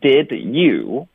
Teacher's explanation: 后面带一个 you 的时候呢，我们就会直接把 did 给弱读成一个的的音